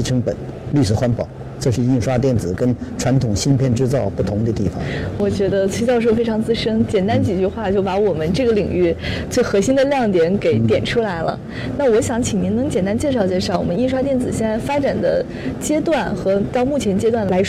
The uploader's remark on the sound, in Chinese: 带您走进2019慕尼黑上海电子生产设备展，为您带来最前沿的现场资讯